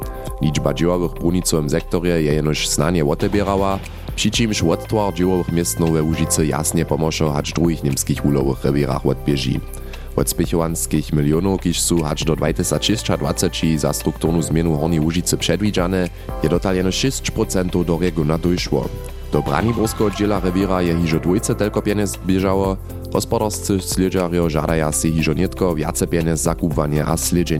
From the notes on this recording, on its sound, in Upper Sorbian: Smy dźensa live w Ralbicach pobyli, hdźež so nowa pěstowarnja twari!